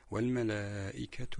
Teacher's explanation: هنا في كلمة الملائكة المد متصل، حرف المد هو الألف، مد هذا المد الطويل بسبب مجيء الهمزة بعده، وكان حرف المد الذي هو الألف وسببه الهمزة في كلمة واحدة.